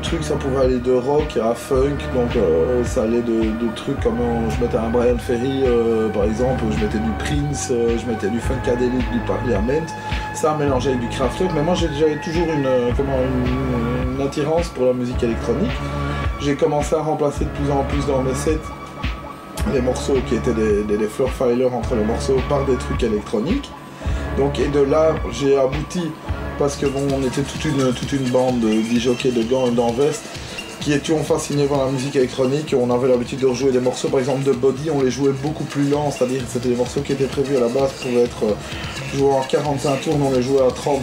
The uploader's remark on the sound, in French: A été enregistrée au Bier Circus (bar situé rue de l'Enseignement à Bruxelles). En mode "conversation de bistrot".